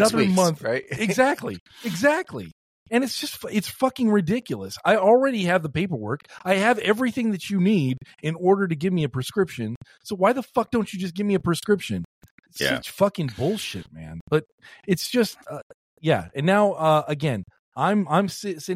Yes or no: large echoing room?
no